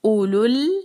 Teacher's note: اور لام پر کلکلا نہیں ہونا چاہیے